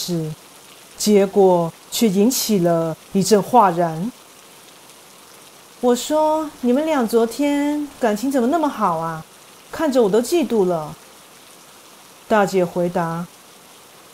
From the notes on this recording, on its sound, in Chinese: 因為這次錄音遇上大雨滂沱，以及錄音設備出現意外。所以這次的背景音樂就用雨聲來演出囉。